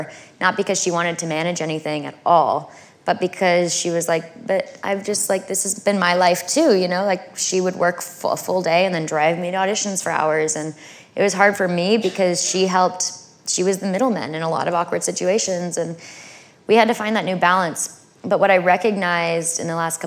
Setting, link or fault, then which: setting, live audience